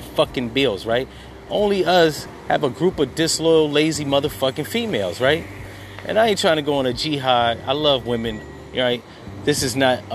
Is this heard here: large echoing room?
no